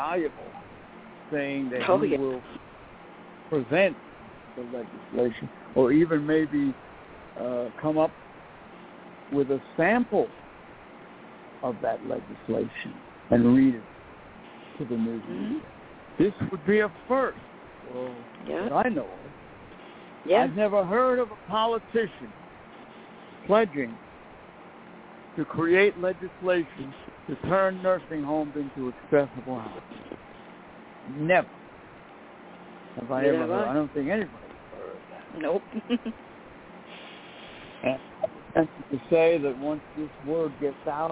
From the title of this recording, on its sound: THE BEST OF INNERSIGHT FREEDOM OPEN MIC NIGHT